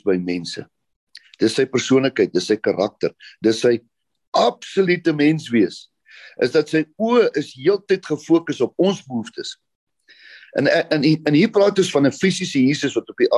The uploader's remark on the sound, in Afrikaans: Manne van die Woord Zoom Byeenkoms 11 Maart 2022.